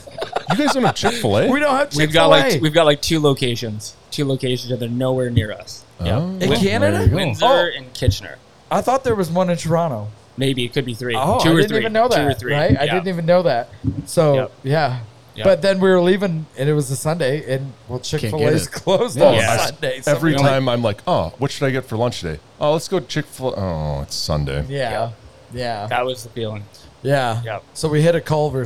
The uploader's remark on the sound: broadcasting from the Kibble Equipment booth at FarmFest